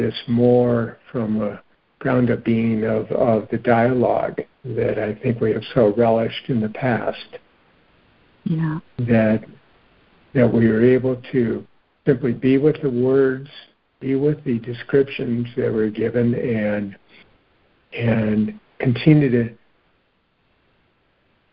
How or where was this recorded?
phone line